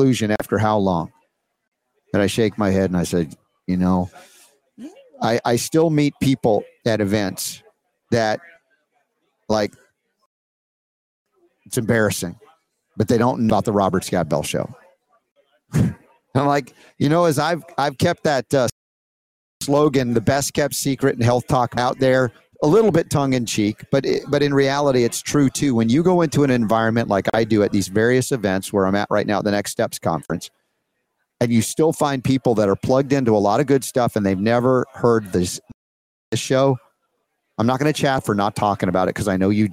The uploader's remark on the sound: Live From Next Steps 2023 In Buford GA